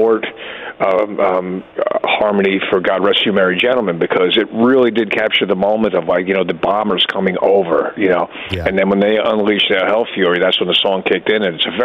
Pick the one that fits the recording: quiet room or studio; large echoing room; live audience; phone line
phone line